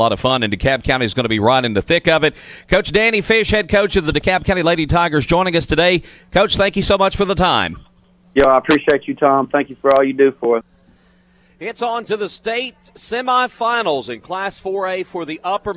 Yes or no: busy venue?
yes